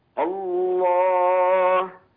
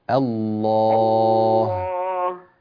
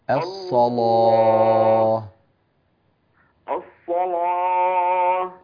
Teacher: في كلمة الصلاة بين تفخيم اللام أكثر